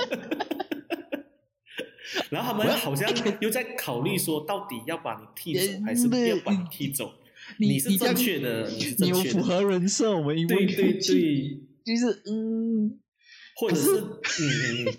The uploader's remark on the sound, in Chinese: 進了clubhouse。音質有待加強。